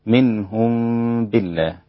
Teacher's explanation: منهم بالله، ضم ميم الجمع ابن كثير ووجه الصلة لقالون منهم بالله، والباقون بإخفاء الميم الساكنة في الباء